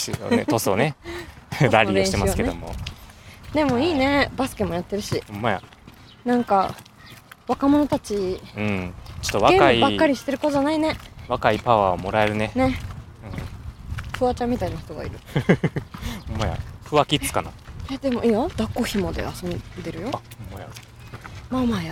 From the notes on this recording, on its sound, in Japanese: 初めての野外収録！撮影場所を探し練り歩く2人。今回は初めての野外収録。聞きづらい点もあるかと思いますが。